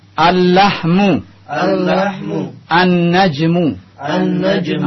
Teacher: Alif lamnya, lamnya masuk ke dalam huruf setelahnya, melebur sehingga lamnya tidak terlihat jelas lagi. Ini masuk ke dalam kategori al-huruf asy-syamsiyah.